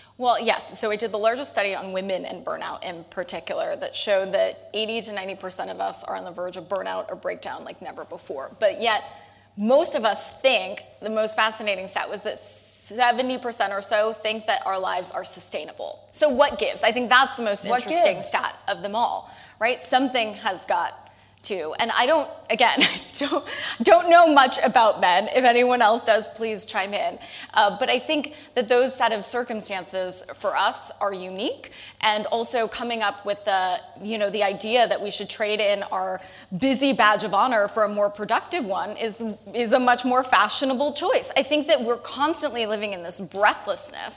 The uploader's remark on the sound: Recorded September 16, 2019, in front of a live audience at New York's 92nd Street Y.